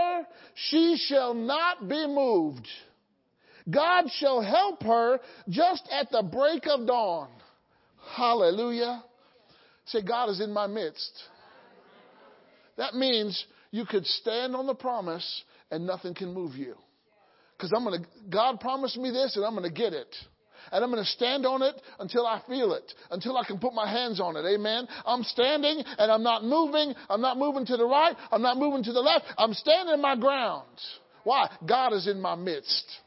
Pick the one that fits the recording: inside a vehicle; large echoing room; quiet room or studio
large echoing room